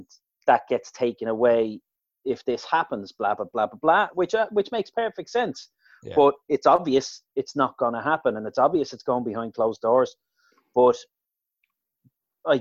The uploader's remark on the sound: Zoom Chat